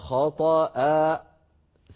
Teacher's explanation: تعمدت قفل الوترين الصوتيين، فختم الصوت بهمزة ساكنة وليس في آخر كلمة خطأ، ليس هناك همزة ساكنة، إذن لابد أن نقول خطأ فالوترين يبقيان بعيدين عن بعضهما والصوت يتخامد ويتلاشى شيئا فشيئا.